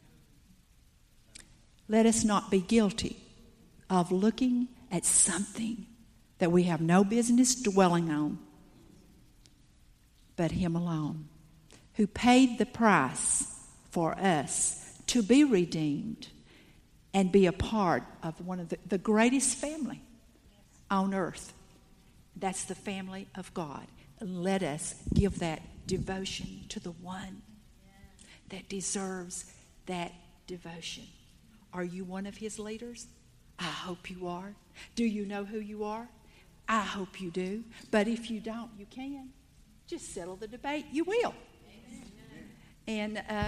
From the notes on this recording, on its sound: Salt Conference Session 2. After a break everyone reconvened to hear the word again.